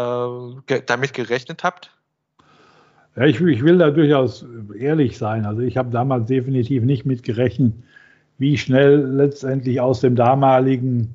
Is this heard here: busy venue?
no